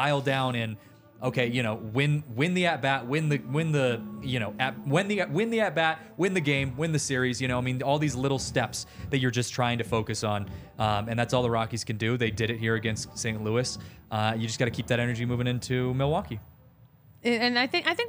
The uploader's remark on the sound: recorded LIVE from the DNVR studios and Colfax & York!